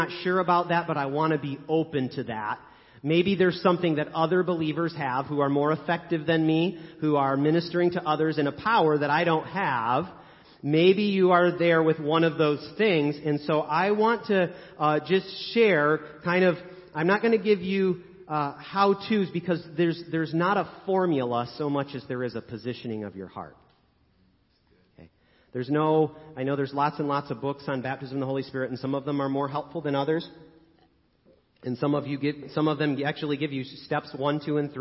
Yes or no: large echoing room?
yes